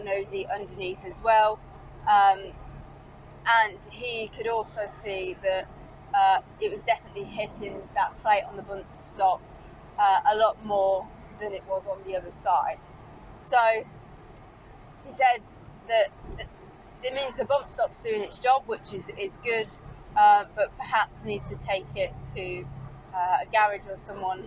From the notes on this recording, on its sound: all recorded from my 1968 Morris Minor, Peggy